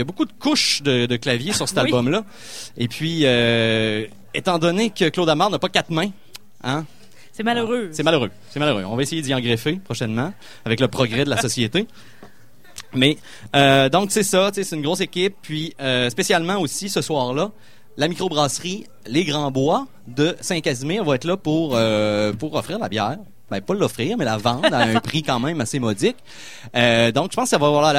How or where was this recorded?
busy venue